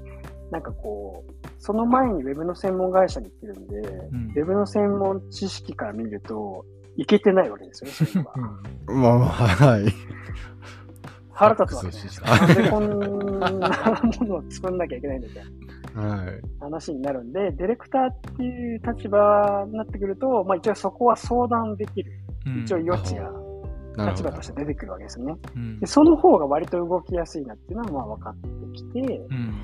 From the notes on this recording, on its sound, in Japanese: 機材不良のため、定期的に雑音が入りお聞き苦しい箇所がございます。